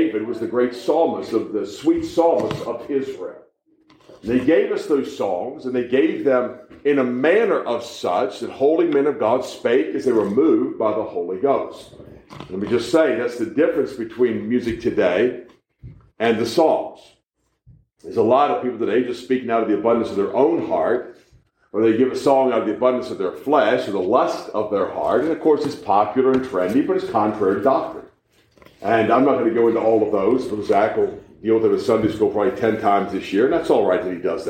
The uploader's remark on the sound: We preach live at the Living Waters Baptist Church in Mocksville, NC.